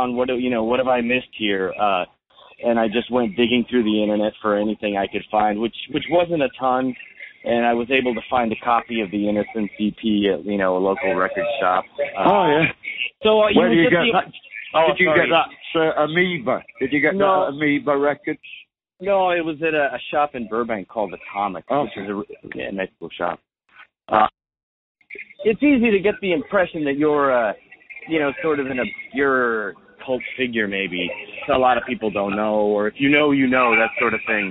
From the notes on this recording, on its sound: this phone call